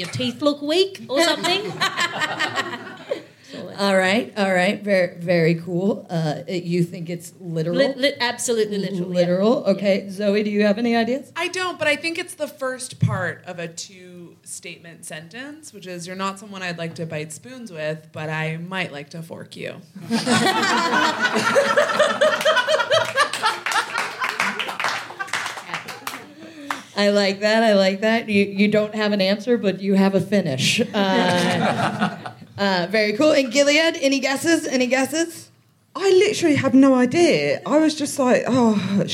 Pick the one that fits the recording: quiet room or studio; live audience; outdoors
live audience